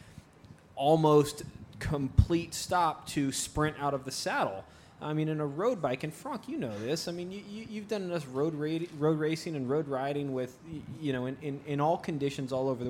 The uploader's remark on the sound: Live at Peddling Brewing Company in Seattle